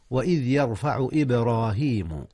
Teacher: وإذ يرفع إبراهيم، هنا قلقلة يا أستاذنا، قلقلة الباء وهي ساكنة، إذ هي من أحرف القلقلة.